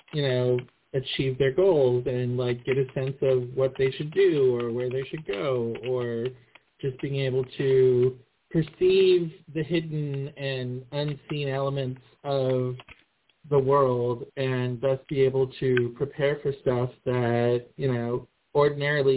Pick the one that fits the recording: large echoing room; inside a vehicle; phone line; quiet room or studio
phone line